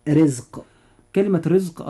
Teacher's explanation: الراء فيها مرققة لأنها جاءت مكسورة.